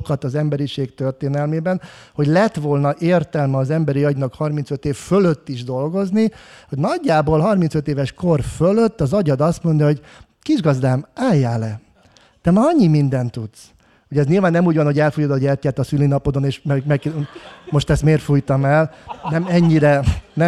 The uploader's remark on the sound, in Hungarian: Ez a Ma is tanultam valamit podcast különkiadása, ami a Brain Bar fesztivál első napján készült közönség előtt.